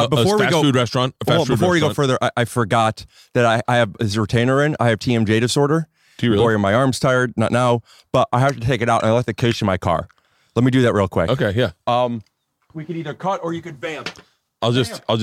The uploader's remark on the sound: Today I sit down outside